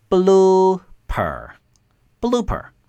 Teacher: 重音在第一个音节 · 这个 double O 它要发长音 U